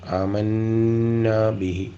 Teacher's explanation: അമന്ന എന്നിടത്ത് ശബ്ദുള്ള നൂൻ അതുകൊണ്ട് അത് മണിച്ച് ഓതണം